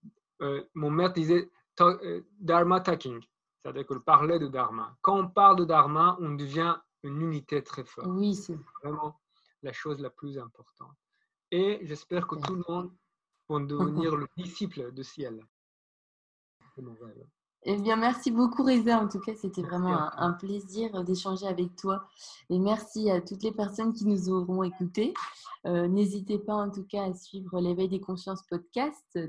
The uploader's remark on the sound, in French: Les conditions d'enregistrement ne sont pas optimales